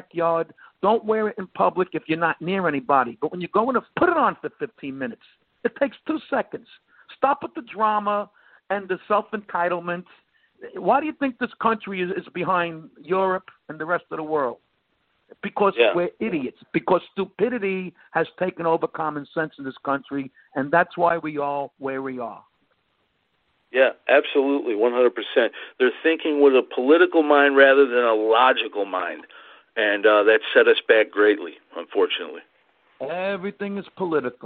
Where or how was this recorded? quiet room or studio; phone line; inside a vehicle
phone line